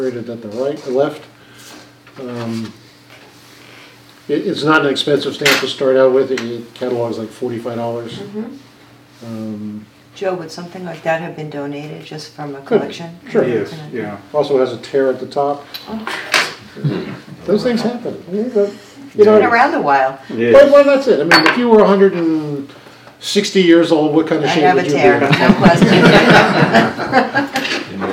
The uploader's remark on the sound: at The Spellman Museum: Live Expertizing Event